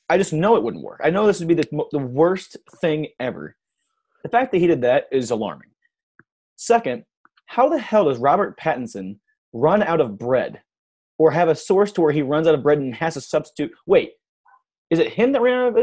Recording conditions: video call